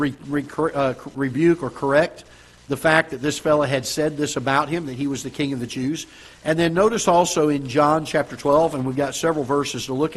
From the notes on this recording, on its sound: Ketha Heights Baptist Church ~ Live Broadcast.